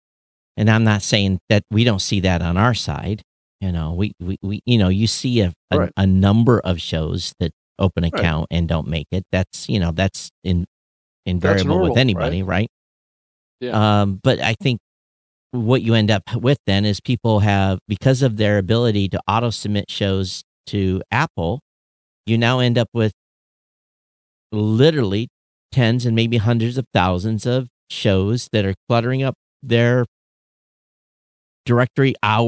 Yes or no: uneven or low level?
no